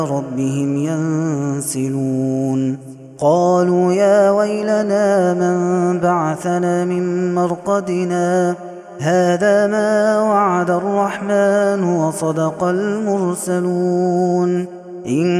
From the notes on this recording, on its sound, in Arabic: هذا التسجيل من صلاة التراويح